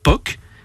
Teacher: dans tous les parlers du nord de la Normandie et ceux de la Picardie, il n'y a pas eu de palatalisation dans le groupe « que plus a ». « Que » est resté « que ».